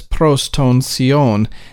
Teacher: notice you can kind of hear the accent. For theta, they have sigma.